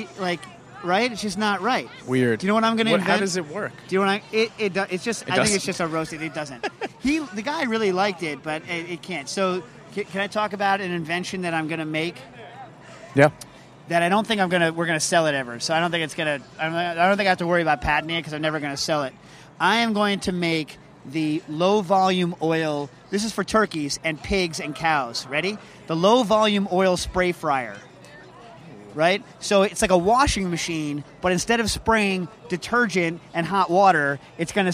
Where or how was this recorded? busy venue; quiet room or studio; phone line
busy venue